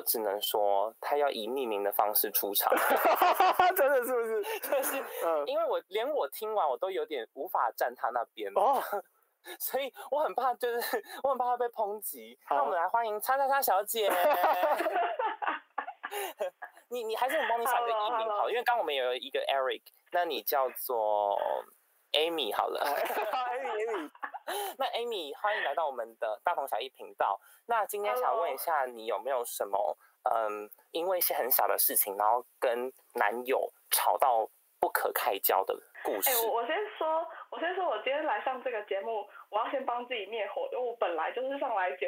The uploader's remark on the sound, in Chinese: 音質受損。連線PART。我們的音訊設備在後半段錄音的時候壞了。